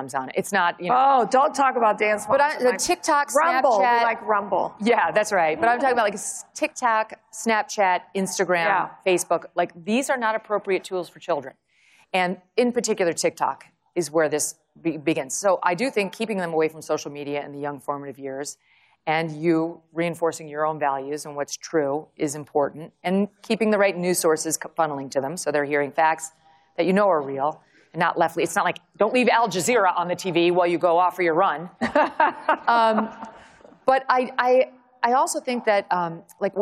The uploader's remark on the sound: Session at her first CPAC conference.